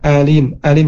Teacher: huruf alif harus jelas ya, alim alim, jangan masuk ke hidung